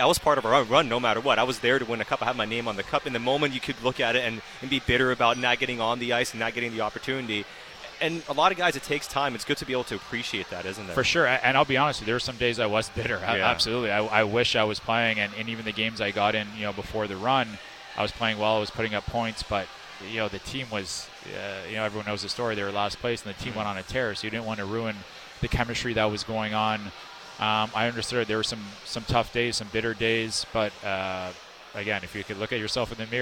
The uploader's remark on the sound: Live from the Canucks Autism Network Pro-Am Draft. Joined tableside by many guests.